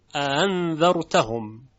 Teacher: همزه مفتوح صداش بر اساس تعریف قدما صدای است بین همزه و الف، یک چیزی شبیه به یک فتحه میشه، انذرتهم. · Term: تسهیل